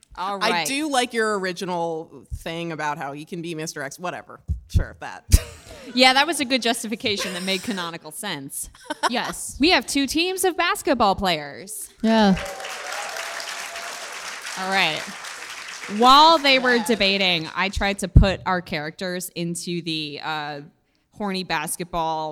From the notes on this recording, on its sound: March Madness: PAX East 2019 Live. Live from PAX East.